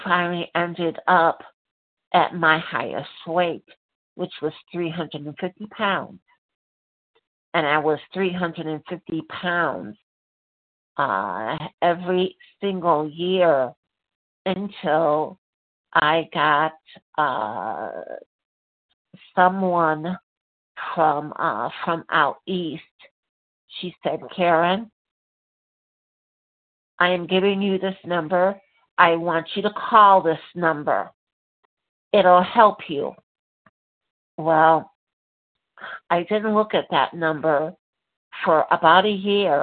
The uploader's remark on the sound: 100 Pounders Phone Meeting